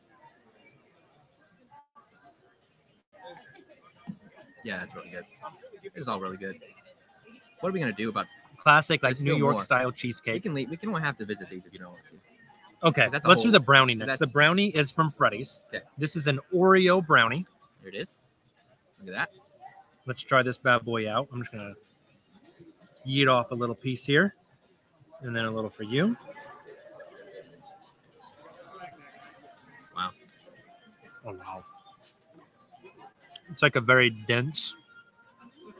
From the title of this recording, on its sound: Live from Paycom Center